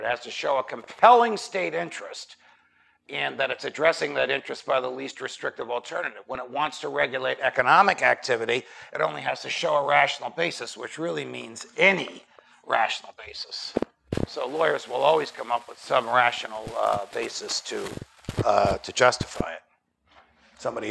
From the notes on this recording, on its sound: Recorded at Auburn University in Auburn, Alabama, on 24 July 2017. Hosted by the Mises Institute.